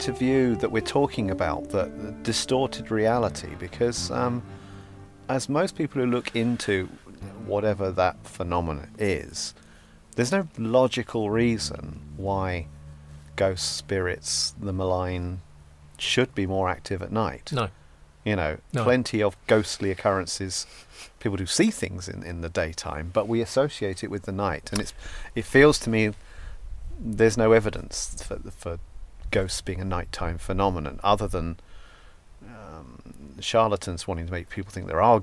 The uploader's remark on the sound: Sat in a final fragment of Dunwich’s 10th century Greyfriars Monastery, near a single tombstone of All Saints Churchyard, we record this podcast at night in one of the “most haunted places in England”.